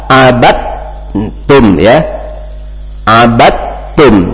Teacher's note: Nah, di sini maka huruf dal langsung masuk ke huruf ta. Jangan abadtum, bukan, tapi langsung masuk huruf ta.